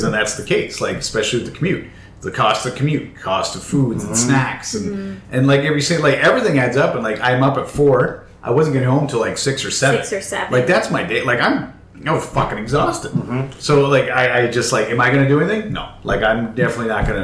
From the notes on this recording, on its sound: We tried a new approach to recording this week that i like to call the 3,2,1 Recording (3 guests, 2 hosts and 1 mic) so yes we are aware at times it may not be the best.